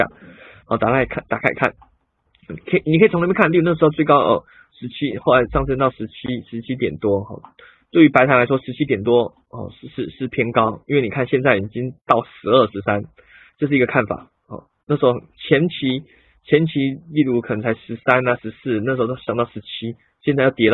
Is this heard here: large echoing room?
no